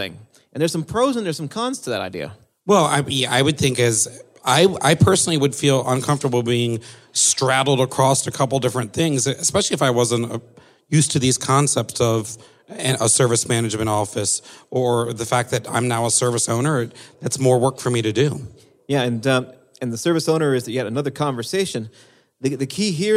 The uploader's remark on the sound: Live From Pink12